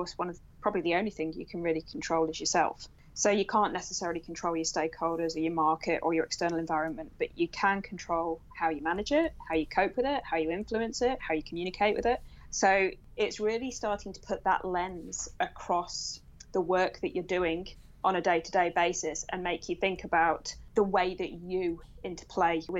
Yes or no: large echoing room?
no